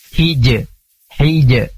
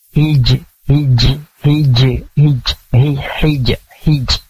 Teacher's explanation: Nah, di sini juga sama, ada huruf jim. Huruf jim itu punya sifat syiddah, kuat, dan qalqalah. Jadi enggak boleh kita menukarnya ke sifat hames, keluar udara. · Shown in: first take